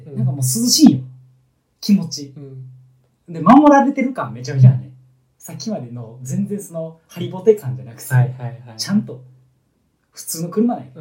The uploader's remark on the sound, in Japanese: おそらくいつもより音質悪いと思います